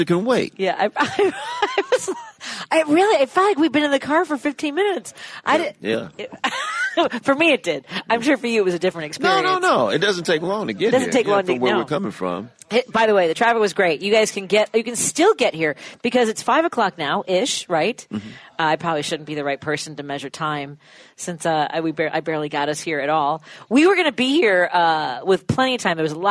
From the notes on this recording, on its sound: live at the Kenosha Comedy Club at Wyndham Garden Kenosha Harborside